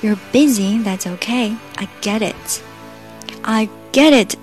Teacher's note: 因为 it 在句末，所以我们就不要把 it 的那个小 t 给吃掉了，要把它发出来